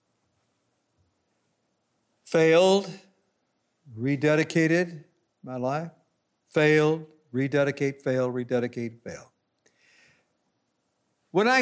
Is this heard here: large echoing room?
yes